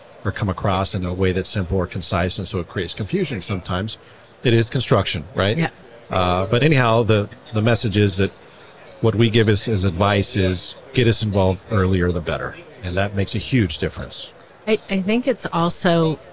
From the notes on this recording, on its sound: In this bonus episode, we share a conversation from our live podcasting event at the 2023 AIA Conference on Architecture in San Francisco, California.